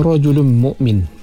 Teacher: Pada ra yang berbaris di atas juga kita baca dengan tebal. Rajulun, baris dua bertemu dengan mim, idgham ma'al gunnah, dengung.